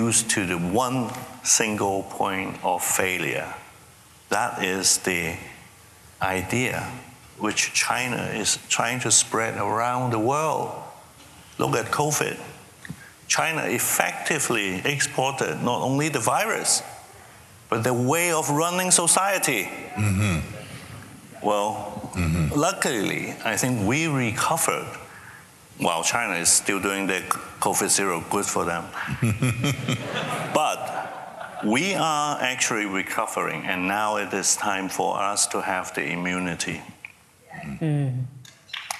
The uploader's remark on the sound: For this episode, we’re presenting the final evening plenary from Acton University 2022. This plenary was a panel discussion.